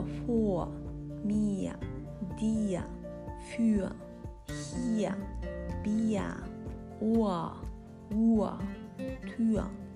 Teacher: てあります、うん、えーと次のグループなんですけどえーとですね長い母音の後に R が来る場合、えー、母音ですね「あ」「え」「い」「お」「う」ってあるんですけどもドイツ語の場合は長い短いっていううに2種類あるんですねあとは長い短い、えー、高い低いというなんですけど長いのと短いのがありますで、えー、長い母音の後は完全に「あ」っていうふうに言います巻きません